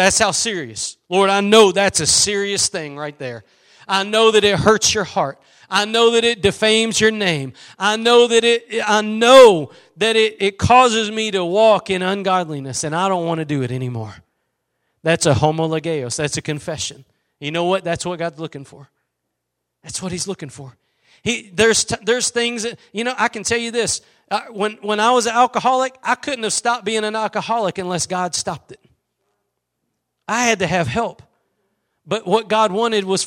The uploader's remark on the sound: Preached at Gospel Lighthouse in Bossier City, La.